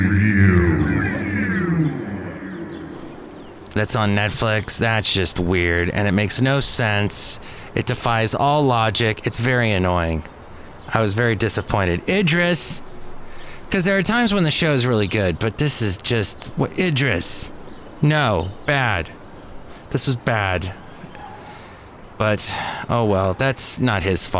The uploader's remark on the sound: podcasts live from Café Anyway